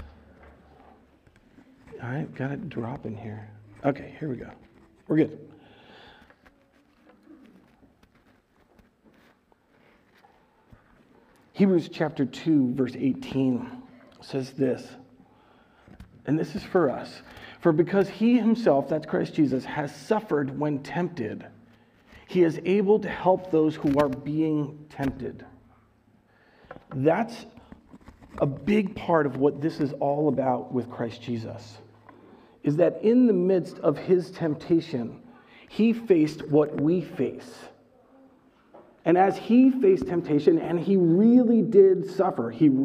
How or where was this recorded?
large echoing room